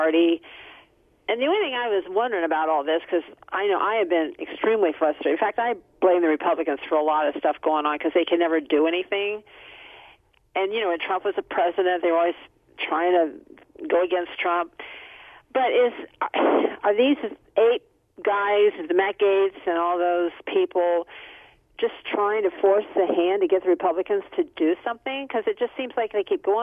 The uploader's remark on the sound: Open Phone Friday